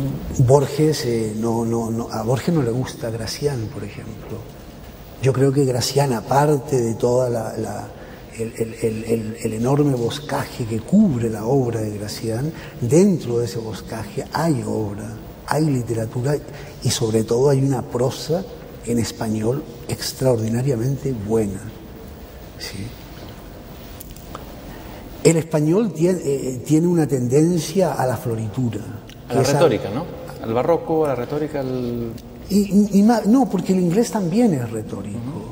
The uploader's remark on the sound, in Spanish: grabadas en la Feria Internacional del Libro de Chile, en 1999